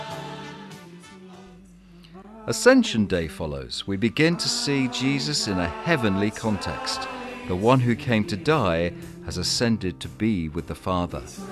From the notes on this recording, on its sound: Our sermon from the 9am service on Sunday 20th November 2016